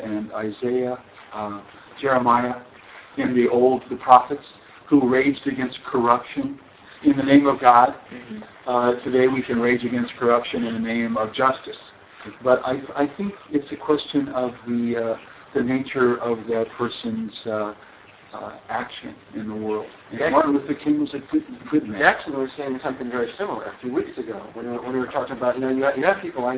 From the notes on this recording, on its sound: Extremely bad audio quality